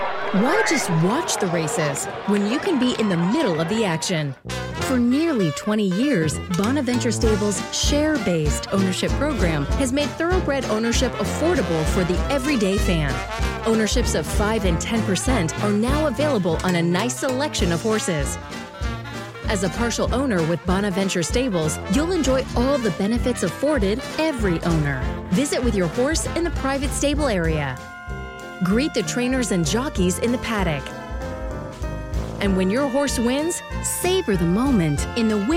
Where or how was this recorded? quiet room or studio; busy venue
busy venue